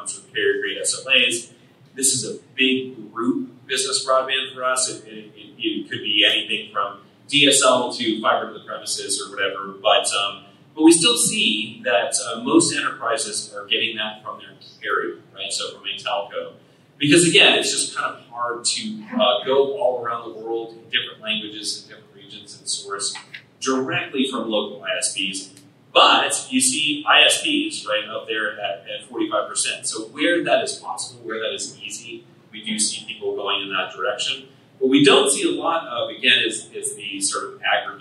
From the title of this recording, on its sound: LIVE from Ohio!